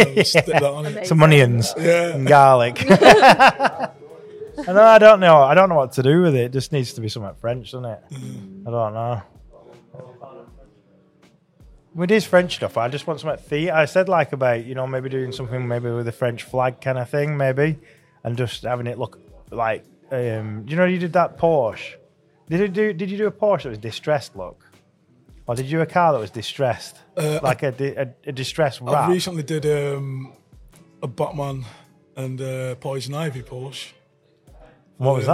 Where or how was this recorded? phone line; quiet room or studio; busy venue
busy venue